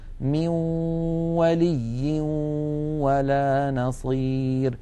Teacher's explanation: من الأنف يخرج غنة ومن الشفتين تخرج واو، يبدأان معا وينتهيان معا · Term: إدغام بغنة